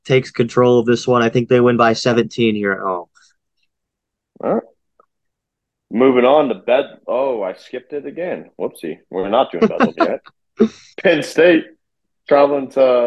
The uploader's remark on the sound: It's a Zoom episode!